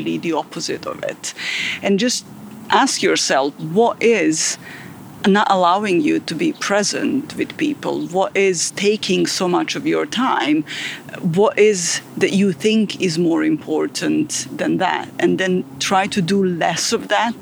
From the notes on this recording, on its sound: recorded at Ada Lake in Belgrade, Serbia